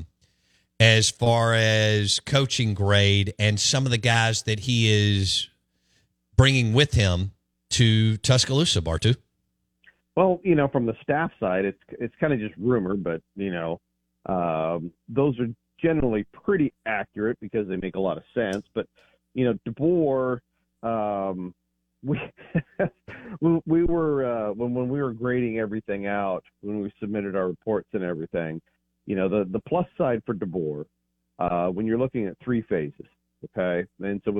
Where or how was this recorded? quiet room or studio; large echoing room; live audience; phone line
phone line